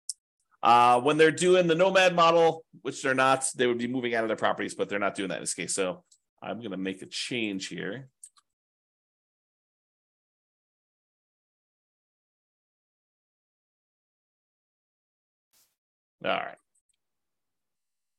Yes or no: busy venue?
no